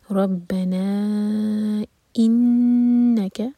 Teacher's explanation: نیکسٹ آیا ربنا، again را ہیوی با پر زور، اور یہاں نا پر ہے مد، کیونکہ نیکسٹ ورڈ حمزہ سے شروع ہو رہا ہے، تو یہ ہے مد منفصل. چار حرکہ کھینچیں گے